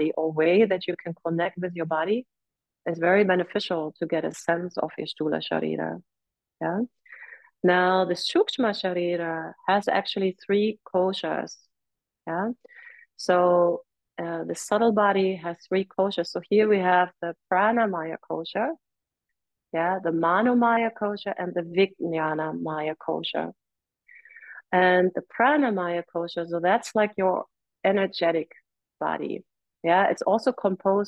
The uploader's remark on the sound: This talk was recorded right after a Led Full Primary Class, and recorded over zoom.